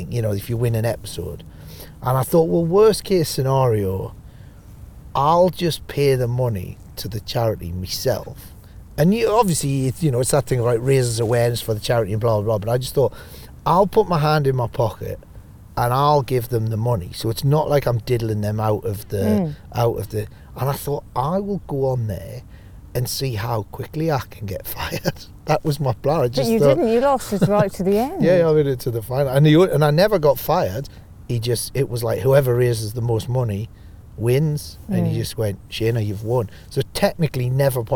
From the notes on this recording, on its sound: a stroll around Regent's Park in North London